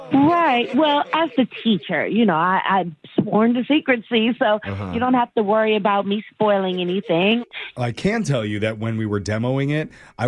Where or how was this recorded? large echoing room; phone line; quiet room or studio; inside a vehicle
phone line